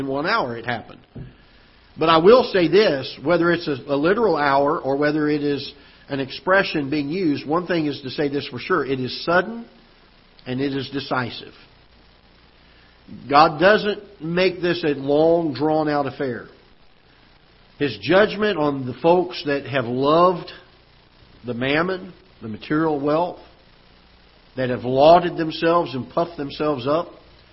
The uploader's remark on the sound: Ketha Heights Baptist Church ~ Live Broadcast